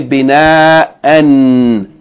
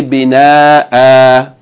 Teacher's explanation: If you continue reading, you say bina'an. If you stop, you say bina'a.